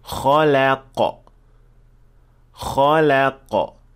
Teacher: the kha and qaf are full mouth and the lam should be empty mouth. So you should switch from full to empty and then back to full.